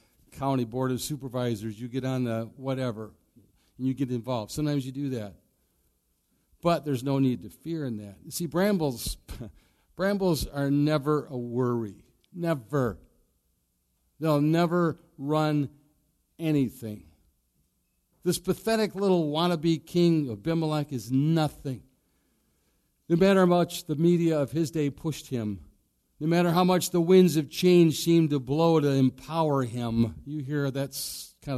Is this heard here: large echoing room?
yes